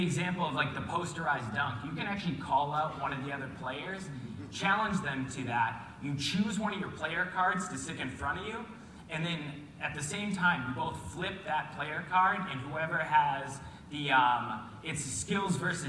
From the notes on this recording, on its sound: Broadcasts live from the Mint Collective at the MGM Grand in Las Vegas.